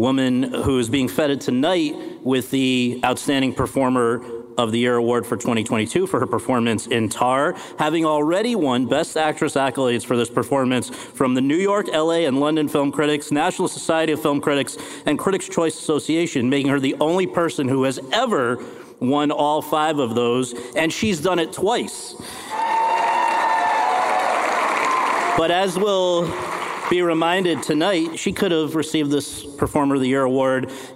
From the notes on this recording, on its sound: In front of an audience at the Santa Barbara International Film Festival